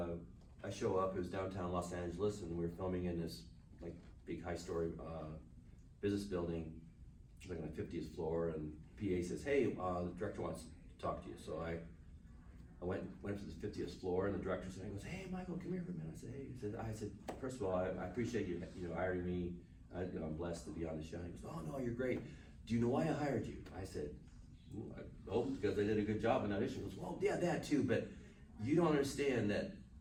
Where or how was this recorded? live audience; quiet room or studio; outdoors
live audience